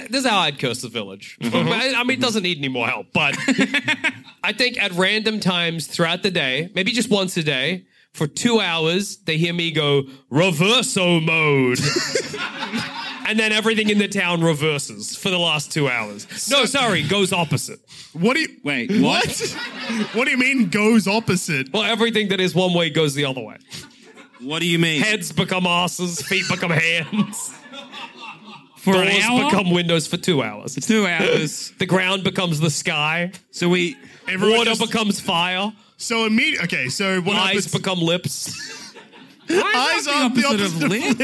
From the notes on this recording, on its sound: Live from the Apple Tree in London on March 25 as part of our London 2022 Tour.